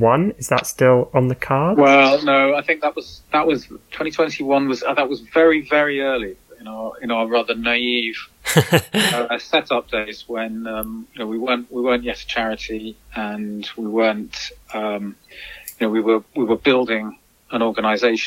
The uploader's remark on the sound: spoke over the phone